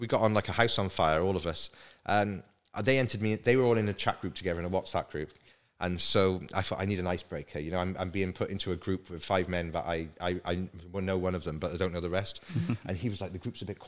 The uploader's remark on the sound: This weeks recording took place within the home of Baffle Culture - The Baffle Haus. Live from the Baffle Haus. A podcast recording is always extra-fun when surrounded by the most fantastic cars and bikes!